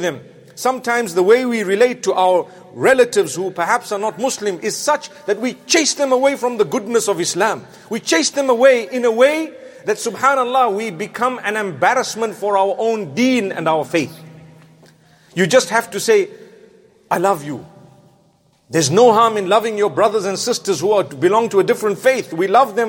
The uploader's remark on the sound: Jumu&#8217;ah Lecture from London Holloway Masjid